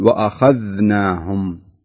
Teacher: الذال ساكنة فتقول وأخذناهم زين بدون ما تصير في هناك من القلقلة حتى أنها تكون قريب من الفتح إذا يعني ضغطها بالطريقة هاي